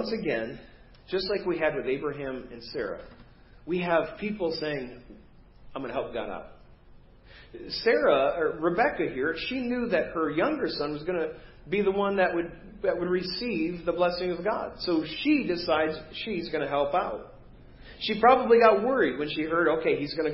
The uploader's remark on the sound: Preached at First Baptist Church of Hazel Park